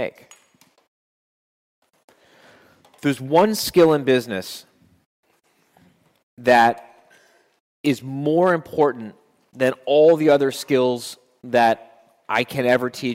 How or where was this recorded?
live audience